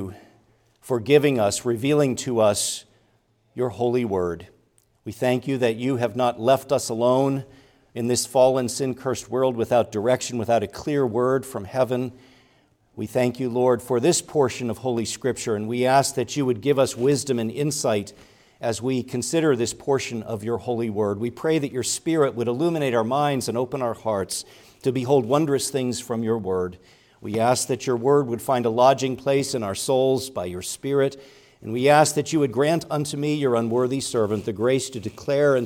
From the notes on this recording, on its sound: preached at Grace Orthodox Presbyterian Church in Sewickley, PA, during the morning Worship Service